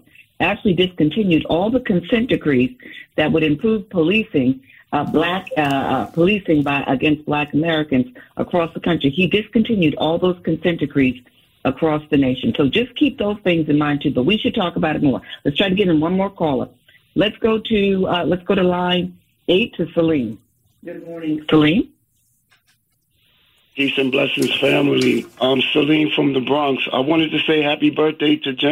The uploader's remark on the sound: New Yorkers call in to sound off.